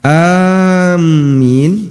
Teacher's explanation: Amin, di mana mimnya ditasydid dan a-nya dipanjangkan